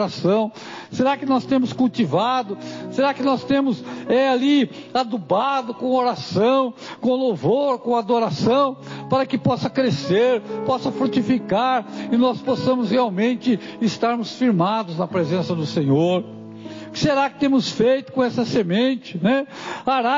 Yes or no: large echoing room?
yes